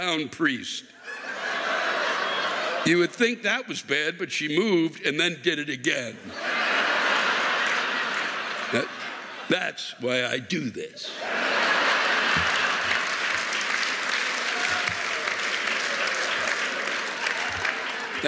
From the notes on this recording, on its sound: The live rants come from the shows in Concord, NH, Boston, MA, and Providence, RI, three municipalities battling for bitterness supremacy.